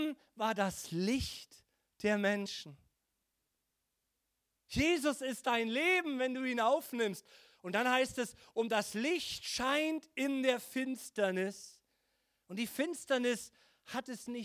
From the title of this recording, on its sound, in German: Heiligabend 2022 - Gottesdienst Predigt